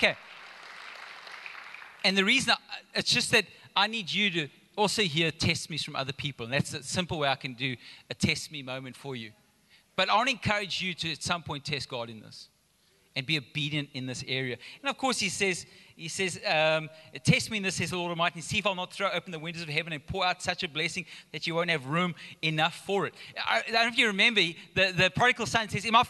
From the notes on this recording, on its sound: Recorded live on Sunday the 18th September 2022